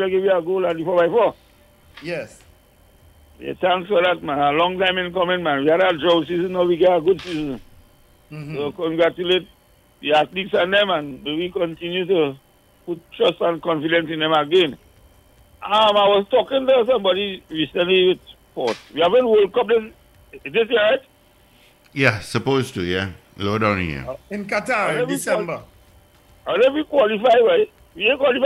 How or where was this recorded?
phone line